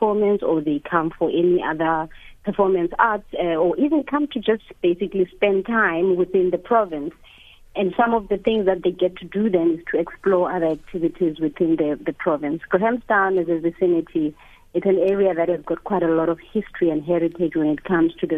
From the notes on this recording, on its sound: GUEST (phone)